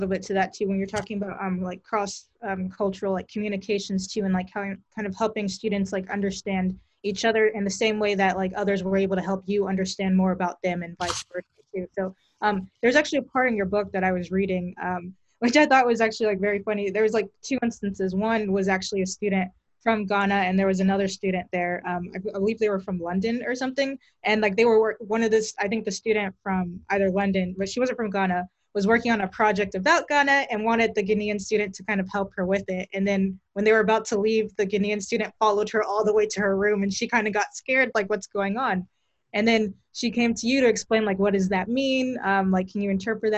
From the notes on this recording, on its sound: This interview was conducted over Zoom